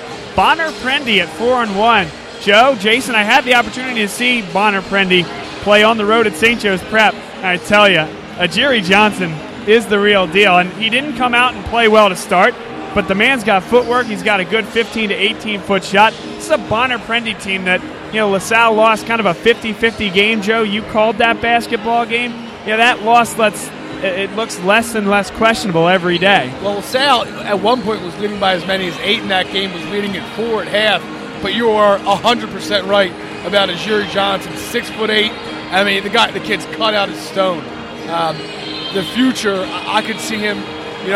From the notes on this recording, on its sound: The Dunphy Ford Pregame Show live from Arcadia University as La Salle takes on Archbishop Wood in a PCL basketball matchup.